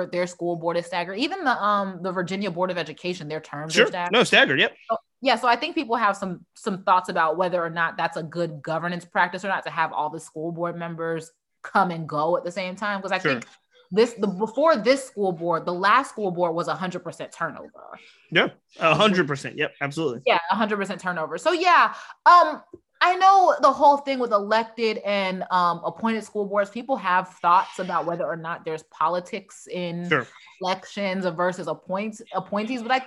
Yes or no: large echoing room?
no